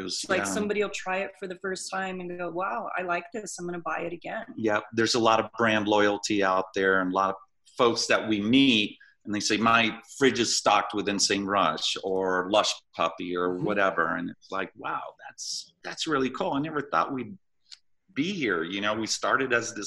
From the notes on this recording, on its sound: jumped on Zoom to talk with us